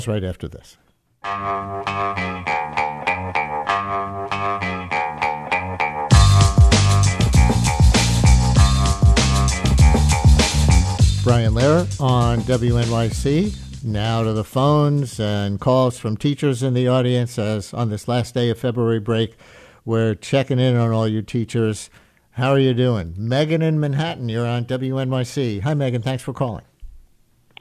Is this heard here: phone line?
yes